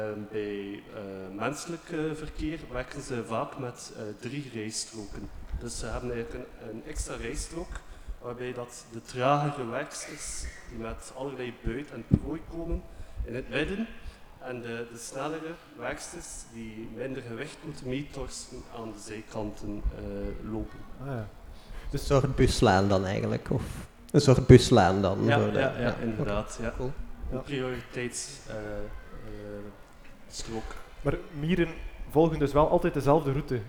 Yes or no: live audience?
yes